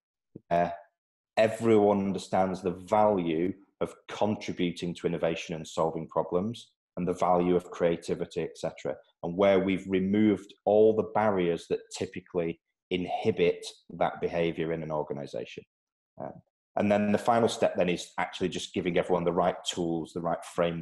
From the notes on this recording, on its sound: joined ProfileTree, using a Zoom video link